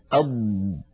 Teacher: أض، فهذا الامتداد للصوت هو رخاوة. فالضاد مجهورة يعني لا يجري معها نفس لكنها رخوة يعني يجري معها الصوت